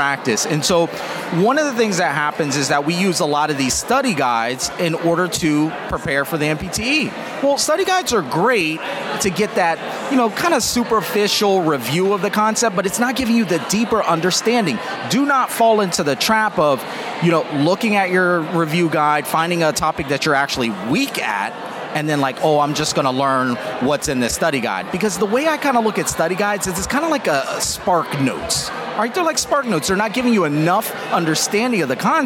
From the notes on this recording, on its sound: LIVE from the New York Student Special Interest Group Conference